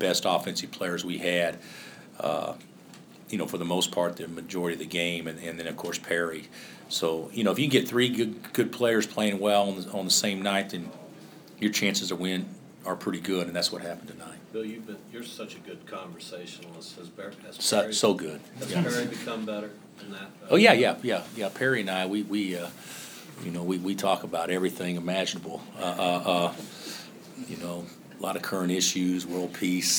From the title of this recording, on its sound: Press Conferences & Post-Game Interviews